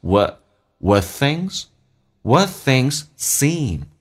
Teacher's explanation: what 的 t 去掉， what 直接可以发成 a 这个发音， t 不发音